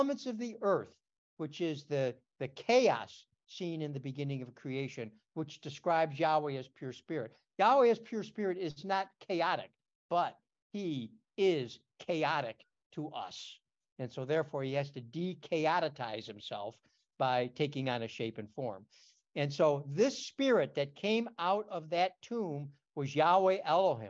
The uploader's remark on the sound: Oceanside Zoom Class